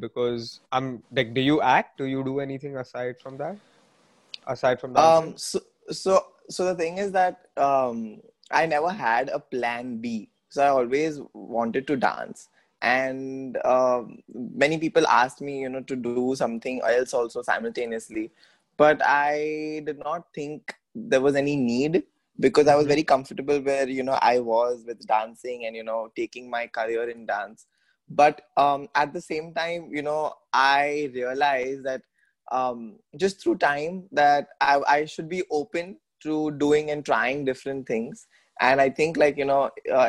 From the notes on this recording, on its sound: Zoom Meeting